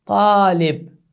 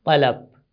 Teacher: fatha, if it is followed by alif, it turns to a long vowel instead of short vowel. For example, in the same word, if you add an alif after ta, the word would be talib instead of talab.